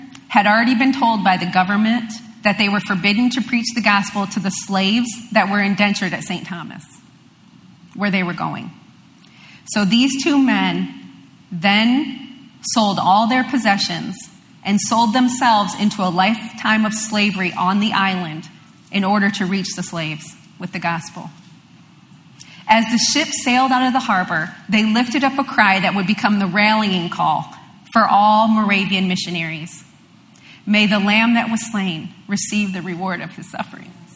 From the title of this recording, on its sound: LIVE Midweek Service